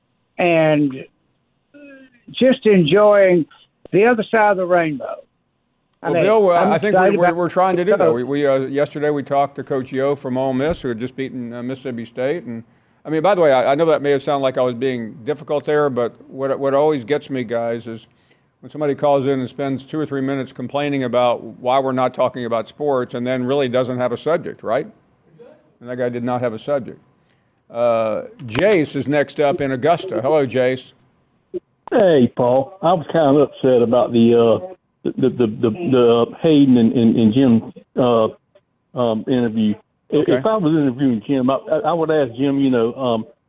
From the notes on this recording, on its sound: We start taking some of your phone calls.